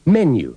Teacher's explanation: la palabra menú lleva el acento en la primera sílaba y no en la segunda